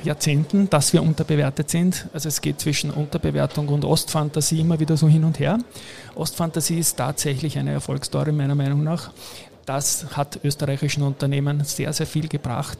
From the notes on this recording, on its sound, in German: Die Sonderfolge S4/42 wurde auf dem super besuchten Börsentag Wien aufgenommen. Das war stegreif , wie immer bei mir (bei ihm nicht) one take und nullkommanull vorbesprochen.